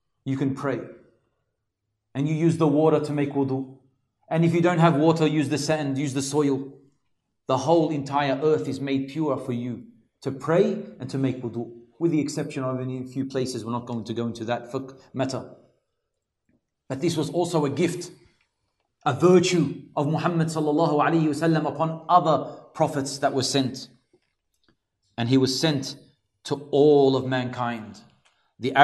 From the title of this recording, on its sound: LIVE from ASWJ Auburn